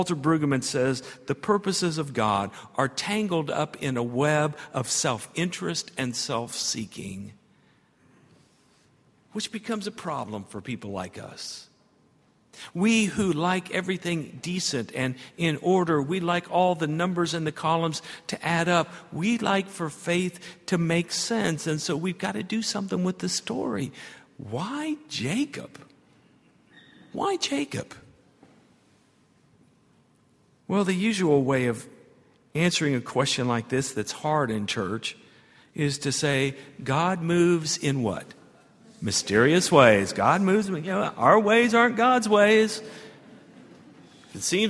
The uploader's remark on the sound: at Highland Baptist Church